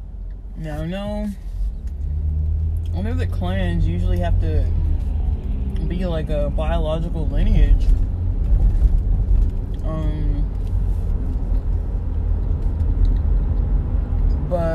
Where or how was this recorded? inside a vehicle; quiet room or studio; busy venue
inside a vehicle